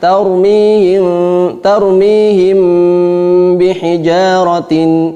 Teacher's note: Kemudian contoh ikhfa syafawi yaitu mim sukun bertemu dengan ba, bacanya adalah tarmihim bihijaratin, yaitu dengan menempelkan antara bibir atas dengan bibir bawah, itbaq syafatain